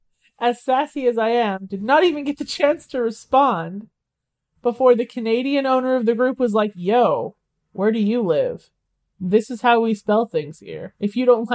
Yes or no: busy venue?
no